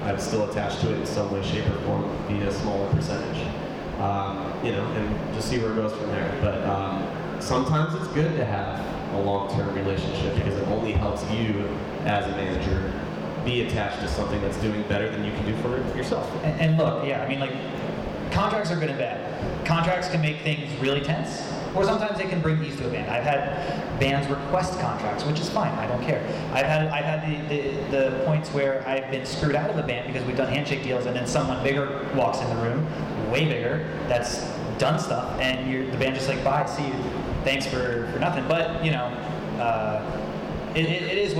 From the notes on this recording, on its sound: recorded at the 2017 Electric City Music Conference